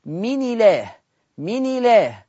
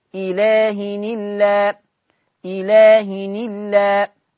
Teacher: نقل حركة الهمز اللي هي الكسرة إلى الحرف الساكن اللي هو مين؟ النون. يبقى حركة الكسر هتروح لحرف النون فتقرأ من إله، من إله. · Term: النقل